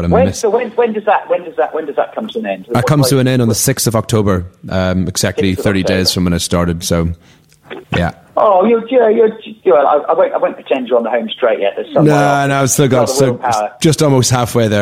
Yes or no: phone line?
yes